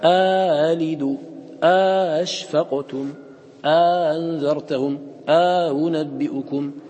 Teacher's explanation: قالون رحمه الله يسهل لكنه يمد، أي يمد الهمزة الأولى من أجل التسهيل، يثبت ألفا بين الهمزة المحققة والهمزة المسهلة